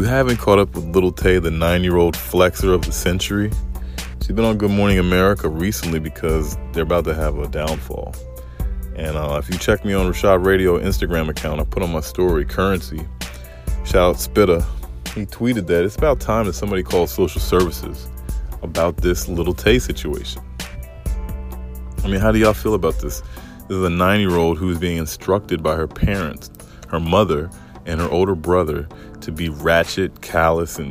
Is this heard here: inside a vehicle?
yes